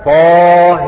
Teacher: وأمال الهاء وفتح الطاء أبو عمرو وورش، فيقرآن هكذا طه.